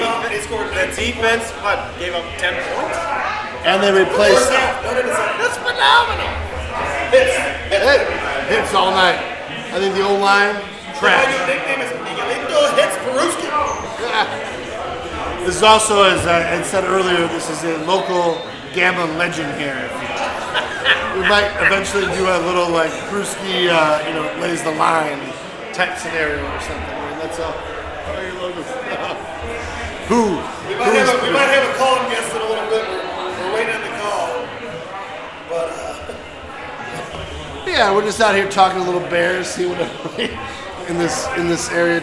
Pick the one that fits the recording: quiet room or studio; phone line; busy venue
busy venue